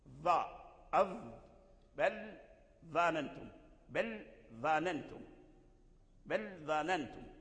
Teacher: لسانك عندما تنطق باللام تنتقل إلى رؤوس الثنايا، لأن الضاء يخرج من رأس اللسان وأطراف الثنايا العليا، ظاء أظ، بل ظننتم، بل ظننتم، بل ظننتم.